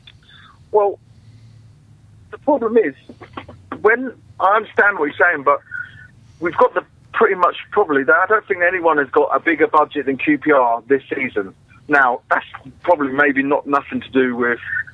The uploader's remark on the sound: In the studio today. Joined on the phone today.